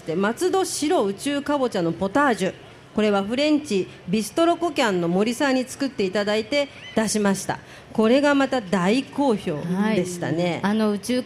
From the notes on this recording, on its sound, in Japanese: 今回は録って出しです。松戸まつり2日目に、伊勢丹通り特設会場で公開収録を行いました。沿道の親子のスパイシーパスタを交換しにしに行ったりのハプニングもあり、楽しい公開収録でした。